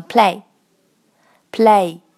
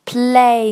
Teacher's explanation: 经常有的小伙伴会把单词后面的这个鼻音漏掉 · Shown in: second take · Term: 中鼻音 · IPA: /pleɪn/